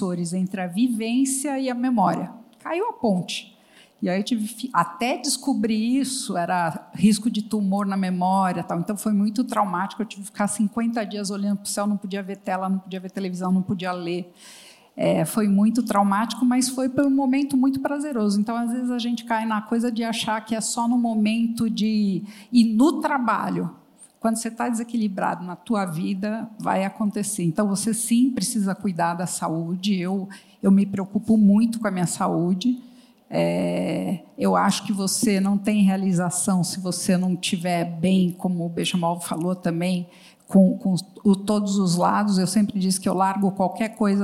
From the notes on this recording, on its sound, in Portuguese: no palco do G4 Day